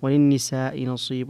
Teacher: والنساء متصل فيها أيضا الإشباع والتوسط